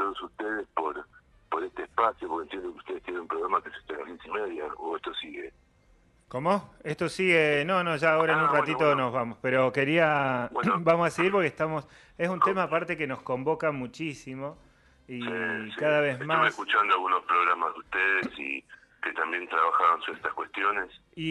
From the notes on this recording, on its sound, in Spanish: Charla telefonica